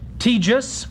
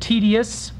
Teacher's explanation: fusion of vowels and adjacent syllables into a consonant vowel combination · Shown in: first take